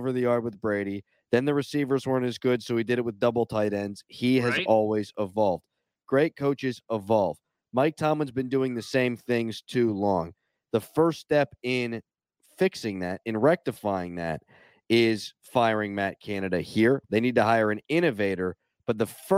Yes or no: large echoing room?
no